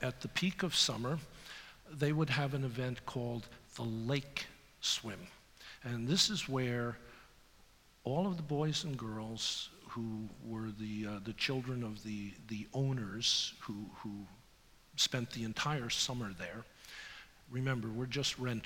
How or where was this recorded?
live audience